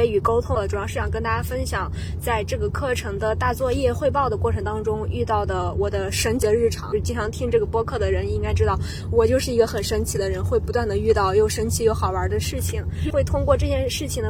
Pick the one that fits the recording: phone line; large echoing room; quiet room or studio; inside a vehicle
inside a vehicle